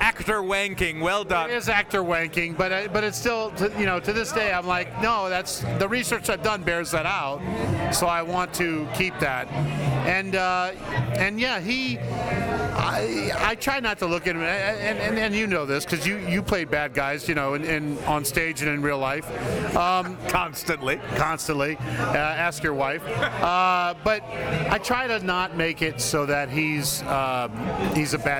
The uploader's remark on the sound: Recorded live in Pippin’s Tavern in Chicago.